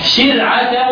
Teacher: الراء هنا مرققه لكل القراء، ساكنه وقبلها مكسوره.